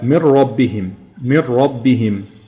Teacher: النون راحت خالص وبقت ميم وراها الراء على طول مع الشدة · Term: إدغام